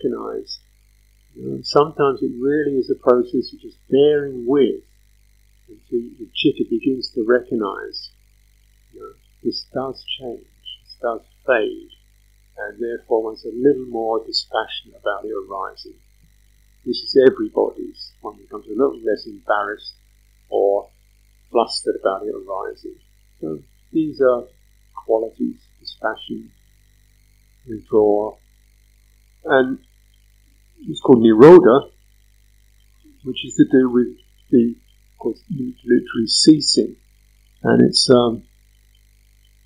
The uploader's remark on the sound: Sound quality poor due to removal of background noise. This talk is truncated by 7 minutes due to excessive noise.